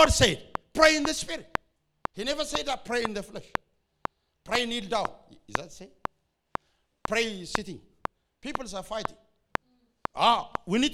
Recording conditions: large echoing room